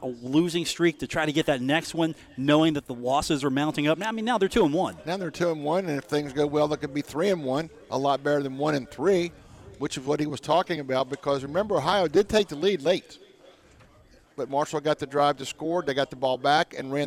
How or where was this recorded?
busy venue